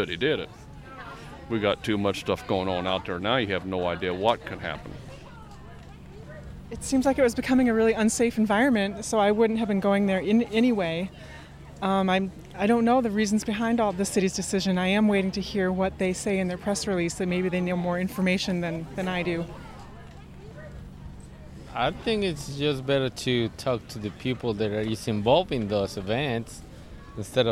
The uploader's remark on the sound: caught up with shoppers and vendors at the Tuesday farmers market in Bloomington